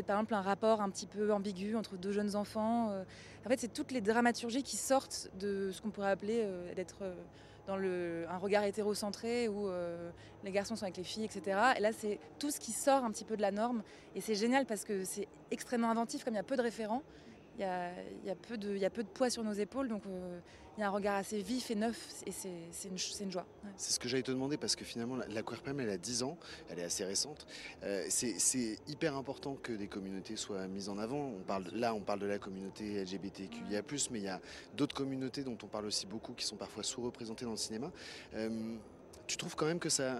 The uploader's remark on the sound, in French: Dans les coulisses du festival. En direct de la Croisette.